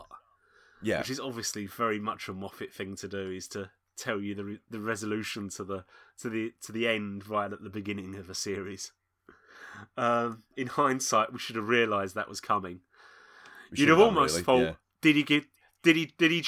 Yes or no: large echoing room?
no